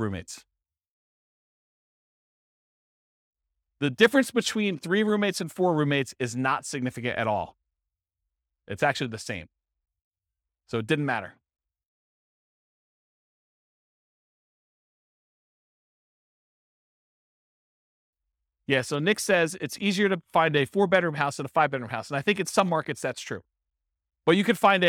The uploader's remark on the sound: This was a live class recorded